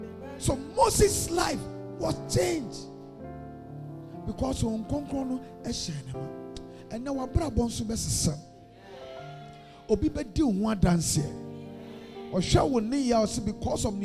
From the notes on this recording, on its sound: A powerful message preached at the Adjei Kojo Cathedral at Tema-East.